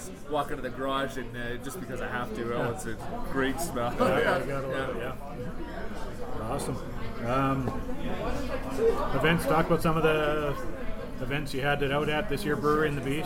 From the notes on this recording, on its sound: Thanks to Paddy’s Barbecue & Brewery for always letting me record on site. 3610 Burnsland Road SE, right in the heart of Calgary’s Barley Belt.